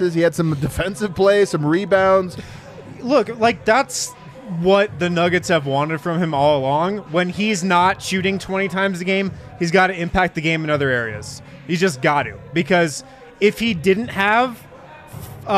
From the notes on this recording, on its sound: Break down the game live from the Winner's Lounge.